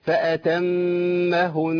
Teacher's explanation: اذا وقفت على النون المشدده والميم المشدده تقف عليها بزمن الغنه كما تصلها بالضبط، يبقى انا الميم هنا هتتساوى مع النون في الوقف.